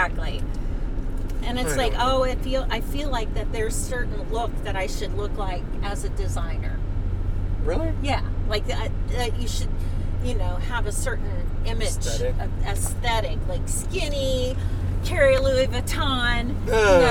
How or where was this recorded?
inside a vehicle